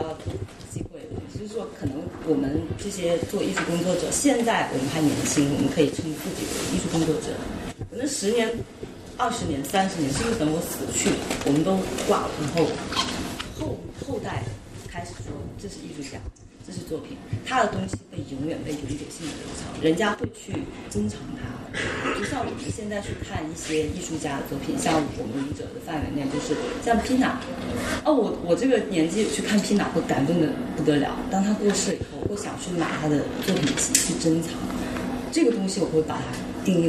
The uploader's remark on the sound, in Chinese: 本期为展览「素描之间」开幕对谈的现场录音。操作失误导致的质量不佳，还请理解。